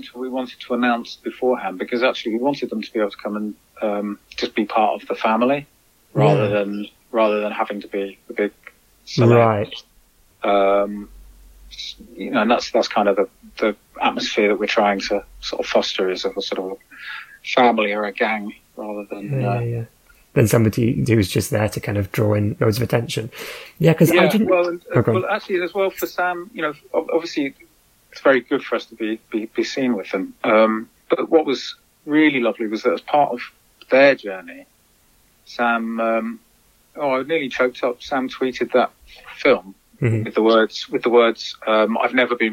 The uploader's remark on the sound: spoke over the phone